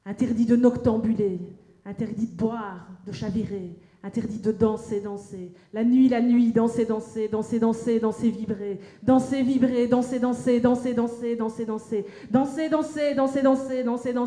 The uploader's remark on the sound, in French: Slam enregistré lors de l'évènement Intersectionnalité TMTC le 28 Juin 2015 au PianoFabriek à Saint Gilles (Bruxelles)